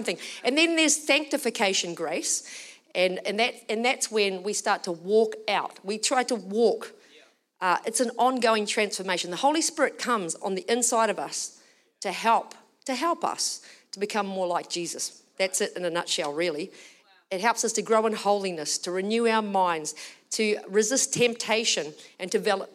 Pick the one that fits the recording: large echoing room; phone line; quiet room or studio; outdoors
large echoing room